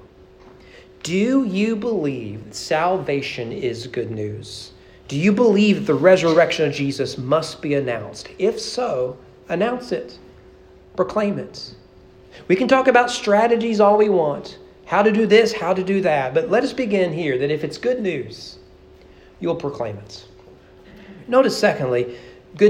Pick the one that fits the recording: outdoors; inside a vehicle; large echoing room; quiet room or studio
large echoing room